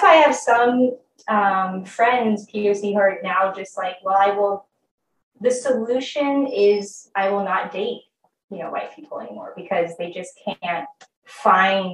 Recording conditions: poor sound quality